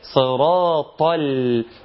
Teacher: انا حافظت على اللام انها تكون جميلة مرققة وماشية في السياق بتاعها حلو قوي. · Term: ترقيق اللام